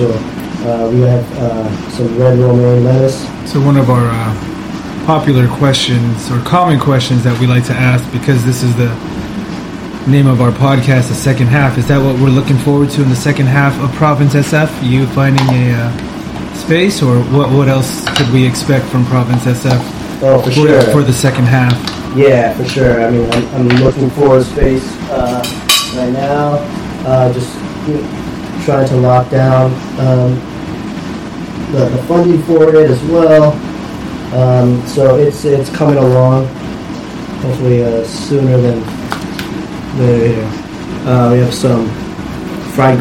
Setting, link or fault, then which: fault, sounds in the background